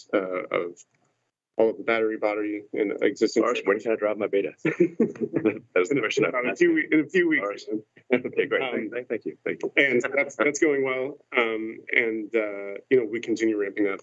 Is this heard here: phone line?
yes